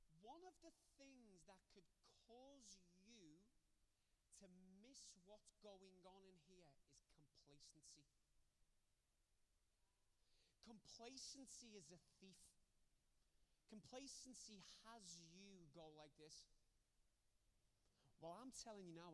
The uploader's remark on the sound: recorded Sunday 16 August 2020, 10:30am service.